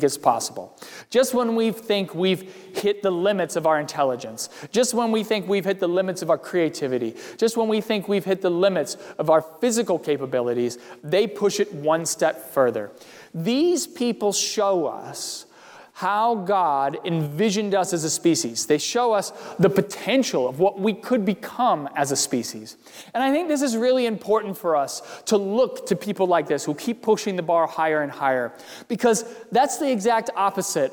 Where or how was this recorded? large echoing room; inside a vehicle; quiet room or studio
large echoing room